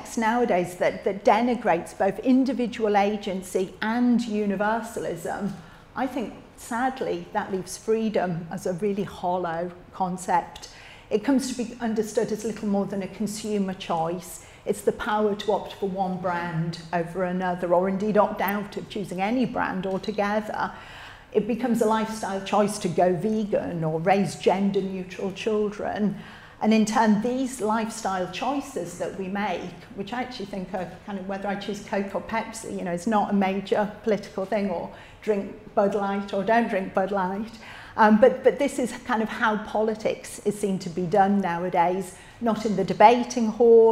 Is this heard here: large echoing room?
yes